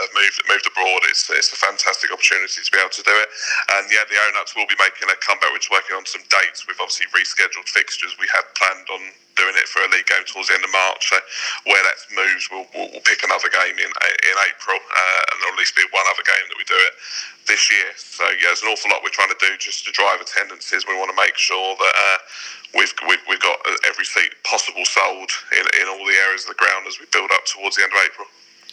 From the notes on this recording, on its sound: We have a quick phonecall with CEO